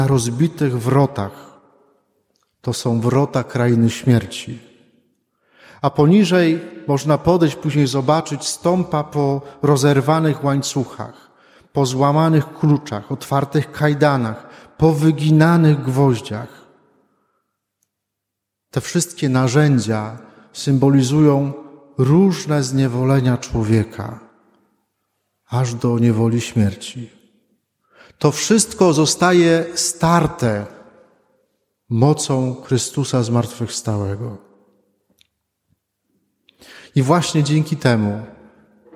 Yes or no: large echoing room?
yes